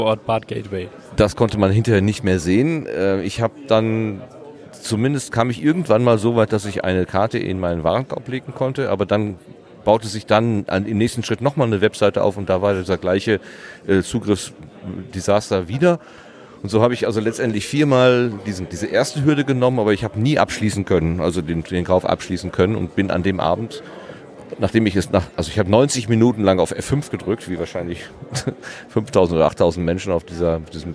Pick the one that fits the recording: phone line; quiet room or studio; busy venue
busy venue